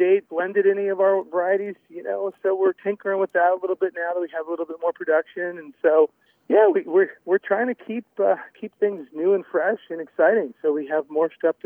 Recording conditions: phone line